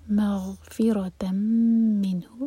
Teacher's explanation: ادغام غنہ کے ساتھ، میم کو ہولڈ کریں گے دو سیکنڈس. منہ نون کو پورا ادا کریں گے لیکن جھٹکا نہ آئے.